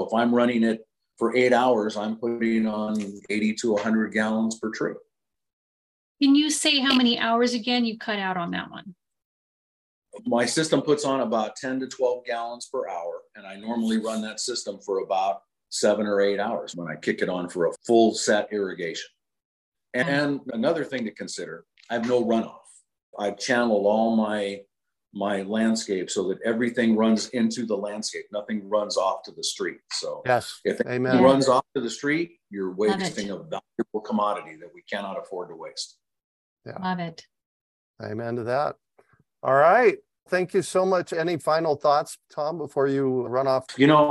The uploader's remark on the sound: As we chat with our zoom audience. Live Zoom webinars focusing on fruit tree care.